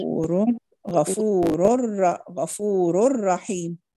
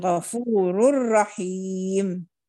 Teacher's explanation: ولا تظهر التكرير، أخفي التكرير · Shown in: second take